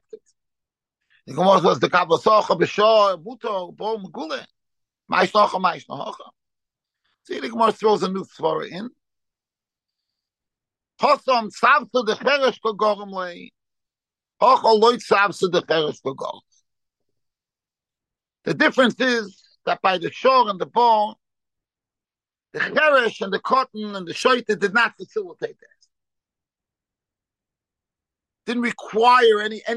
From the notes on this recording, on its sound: Shiur given over Zoom.